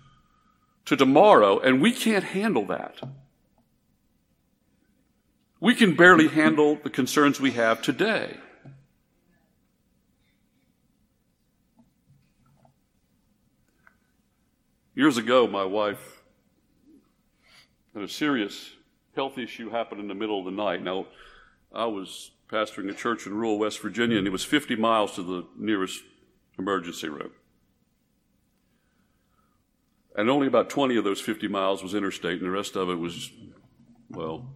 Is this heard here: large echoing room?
yes